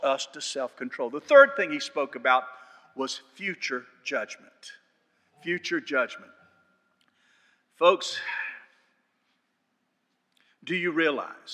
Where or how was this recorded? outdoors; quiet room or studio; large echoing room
large echoing room